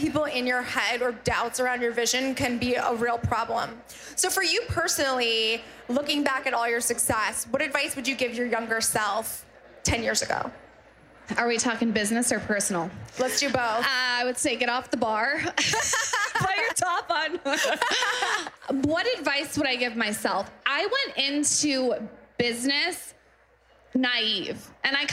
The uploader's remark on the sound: Live From Austin Pop-Up. On this special LIVE episode of WorkParty, we’re in Austin, Texas at our Pop-Up event.